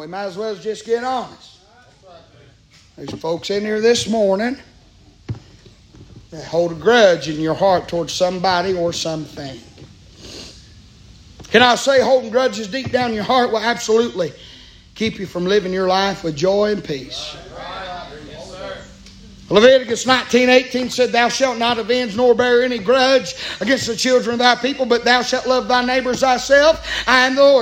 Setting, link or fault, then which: setting, large echoing room